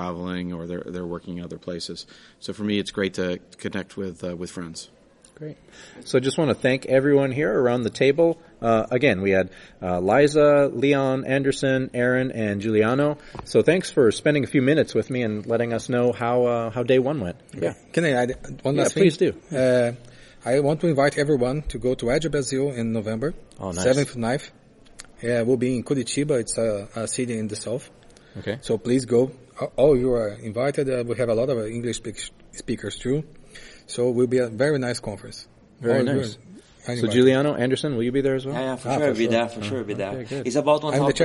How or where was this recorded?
busy venue